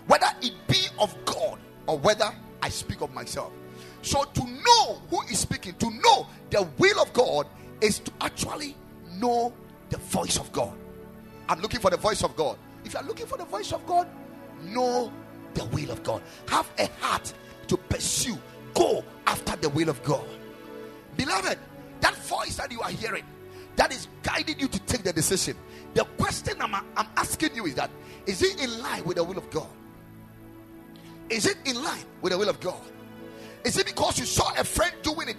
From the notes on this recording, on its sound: Preached at the Ekklesia Chapel